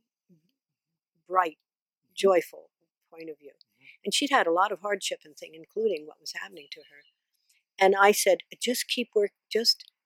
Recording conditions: outdoors